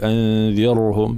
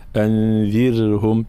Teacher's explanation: نعطي الآن بعض الملاحظات الموجودة في تلاوة هاته الآيات في قوله تعالى: وأنذرهم يوم الحسرة، الانتباه إلى التفخيم والترقيق. كلمة أنذرهم را ساكنة مسبوقة بكسر، فإننا نرققها · Shown in: second take · فلا نقول أنذرهم، لا، أنذرهم هكذا.